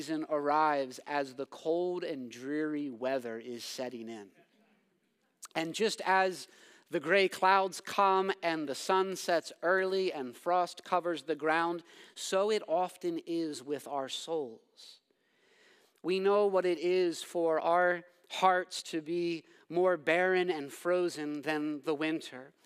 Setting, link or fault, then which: setting, large echoing room